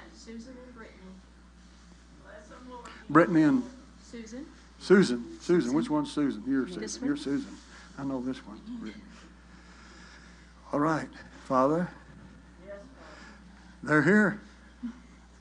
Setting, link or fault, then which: setting, large echoing room